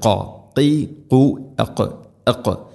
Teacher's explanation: ഖാഫ് തൊണ്ടയുടെ മുകൾ ഭാഗവും കഴിഞ്ഞ് ചെറുനാക്കിൻ്റെ ആ ഒരു ഭാഗമാണ് അതിൻ്റെ മഖ്റജ്.